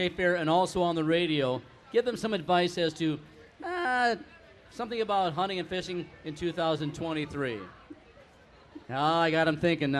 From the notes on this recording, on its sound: Live Broadcast from the Minnesota State Fair